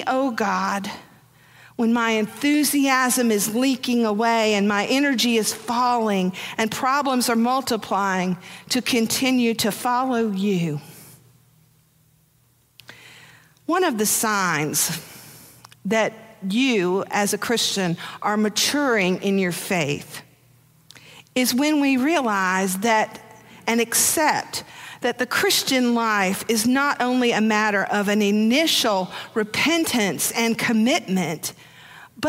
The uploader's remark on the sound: Preached on January 1, 2023, for our New Year's Day Worship Service.